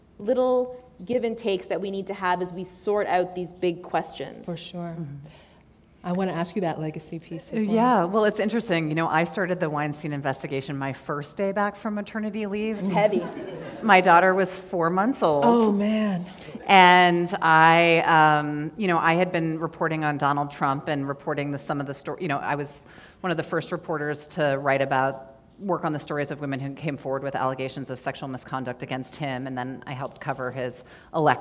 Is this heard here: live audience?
yes